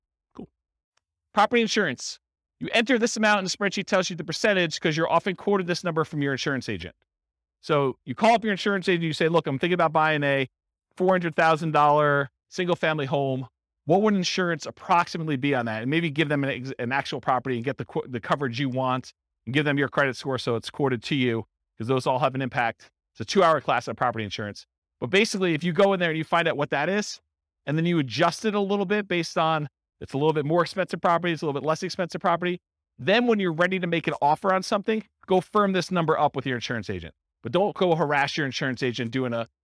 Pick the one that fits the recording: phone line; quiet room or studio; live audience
live audience